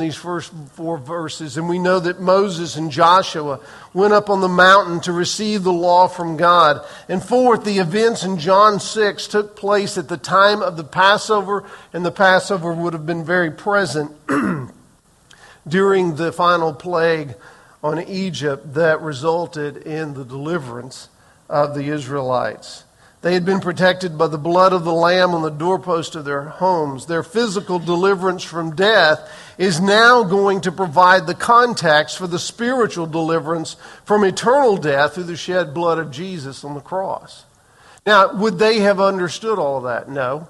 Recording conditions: large echoing room